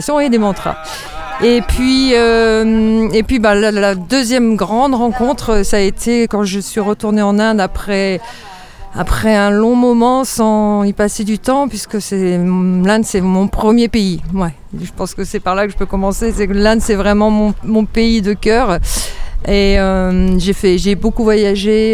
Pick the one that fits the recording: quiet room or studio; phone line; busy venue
busy venue